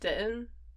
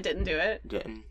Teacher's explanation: Like, I didn't do it. Didn't. I have, like, a glottal stop in there.